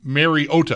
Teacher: The first half of the game into the second half, both Tirico and Collinsworth were pronouncing Mariota's name Mariota with the emphasis on the O